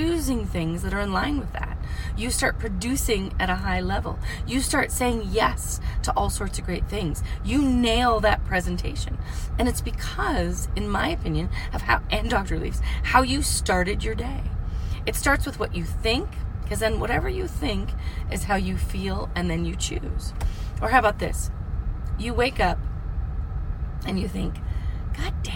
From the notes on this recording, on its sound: from the car!